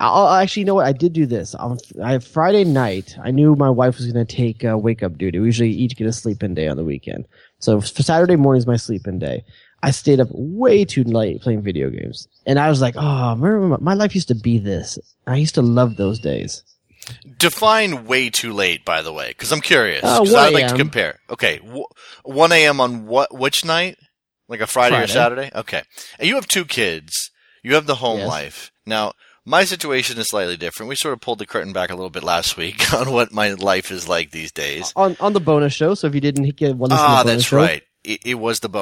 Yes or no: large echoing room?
no